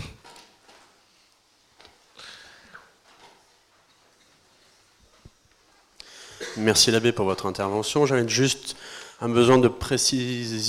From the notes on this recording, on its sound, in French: Conférence donnée lors de l'université d'été 2018 d'Academia Christiana : "Rebâtir la Cité".